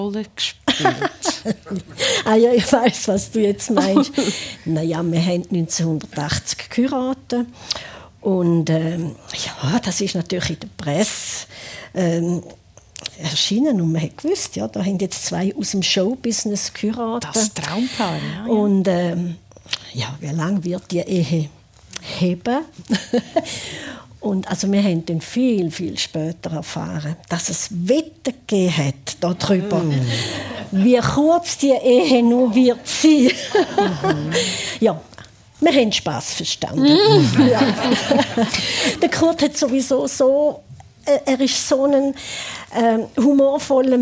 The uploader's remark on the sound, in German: März 2024 live mit Publikum aus dem Werdenberger Kleintheater Fabriggli in Buchs/St.